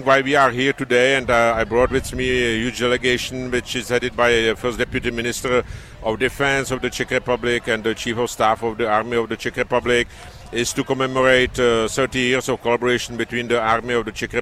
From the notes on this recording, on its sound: LIVE from Lincoln Airshow